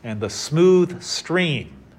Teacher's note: you get those two stress syllables next to each other